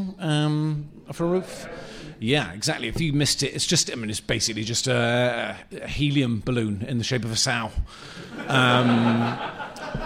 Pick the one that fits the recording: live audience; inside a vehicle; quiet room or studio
live audience